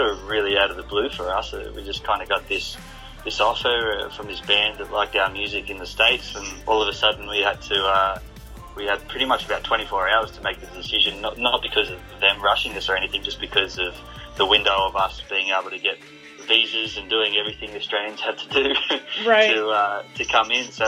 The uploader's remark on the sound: on the phone for this exclusive interview